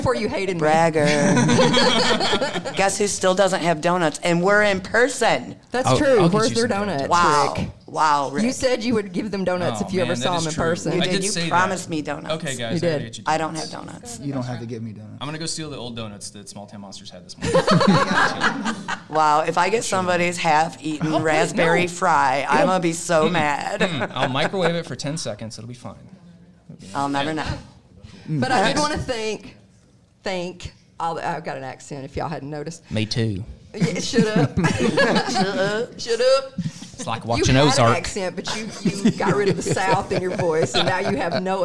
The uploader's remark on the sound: All five of us together at last, live at Monsterfest!